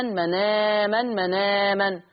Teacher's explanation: شلت الهمزة وخدت الحركة اللي عليها حطتها على النون، وفي نفس الوقت ده فيها بدلات، يبقى مناما مناما مناما. · Term: نقل